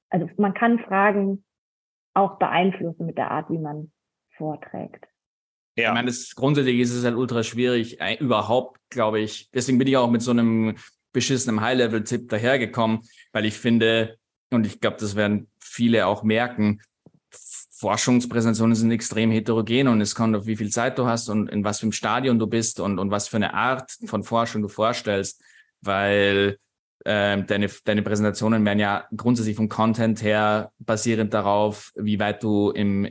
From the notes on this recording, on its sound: Die Folge wurde ausnahmsweise zu Hause via Zoom aufgenommen.